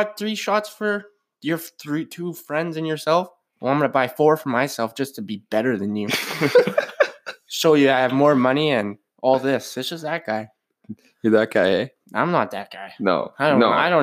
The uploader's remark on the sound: Full of a few minor glitches, but were trying to get the hang of it.